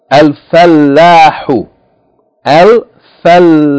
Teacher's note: with shadda on the lam, and fatta elongated by aleph